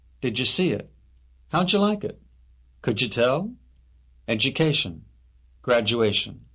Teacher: D and Y equals J.